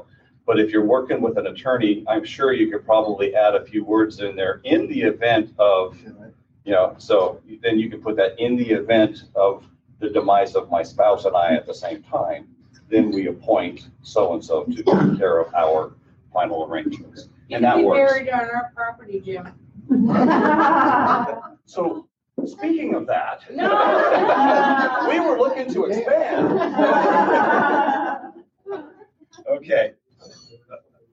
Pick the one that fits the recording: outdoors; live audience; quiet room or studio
live audience